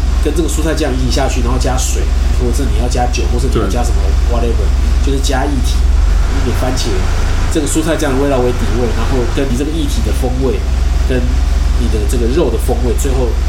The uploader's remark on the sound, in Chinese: 本集白噪音指數：柔風級 3/5。錄音地點： 一步一步來 - Kopi Ibrik。